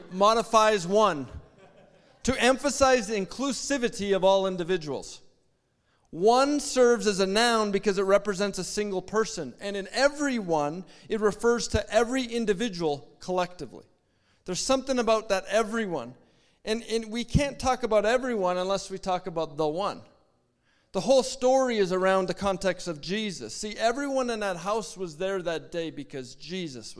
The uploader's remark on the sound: At our Edmonton Gathering in September, 2023 at Spruce Grove Community Church